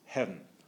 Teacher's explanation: The V was there, but it was almost swallowed up between the E and the N. · Term: single syllable